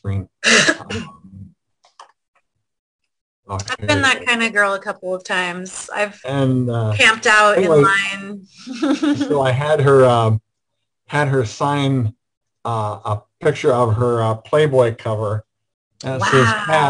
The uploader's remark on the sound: This Zoom Show interview we did with her on 4/3/2022